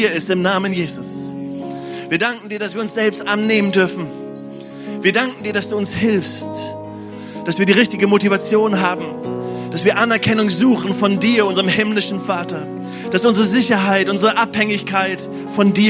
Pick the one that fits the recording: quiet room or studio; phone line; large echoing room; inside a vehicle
large echoing room